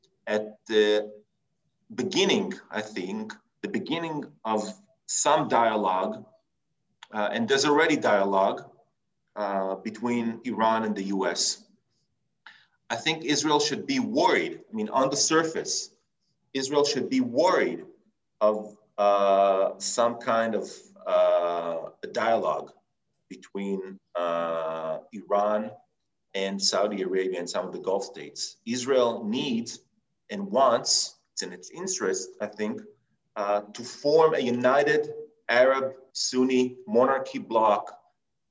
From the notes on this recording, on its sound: In this webinar, a panel of prominent experts will assess the current state of affairs.